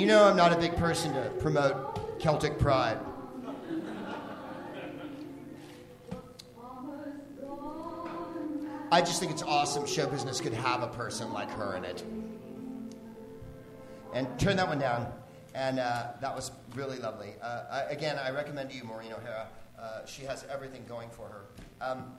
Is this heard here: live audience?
yes